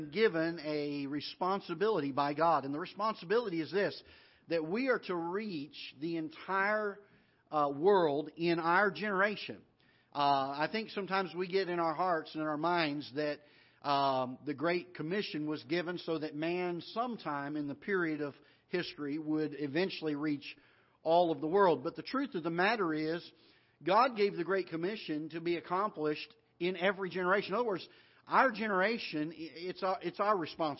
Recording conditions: large echoing room